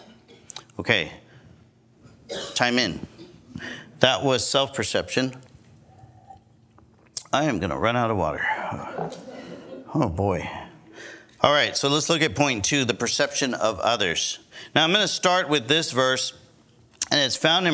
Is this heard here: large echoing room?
yes